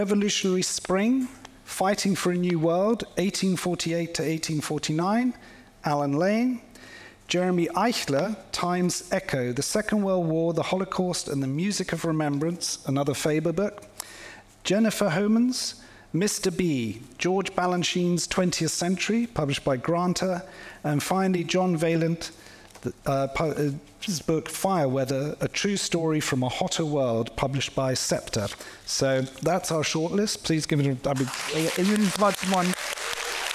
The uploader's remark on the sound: The Baillie Gifford Prize live event from Cheltenham Literature Festival.